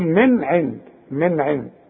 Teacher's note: نون ساكنه وبعدها عين، والعين من حروف الاظهار، ما غنش هنا